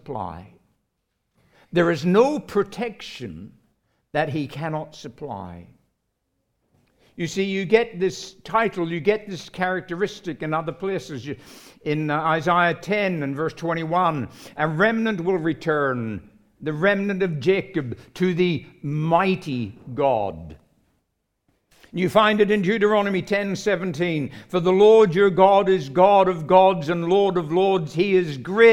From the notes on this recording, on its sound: recorded live at Grace Community Bible Church